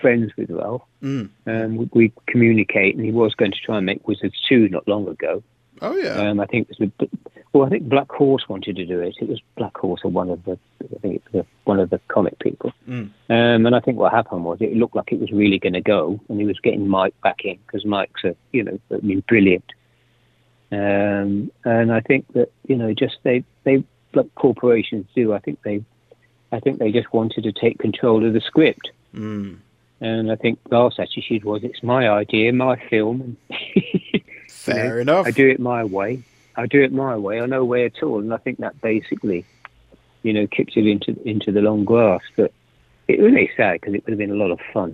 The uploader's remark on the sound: After the Society was arrested and put into holding. Used his one phone call to interview.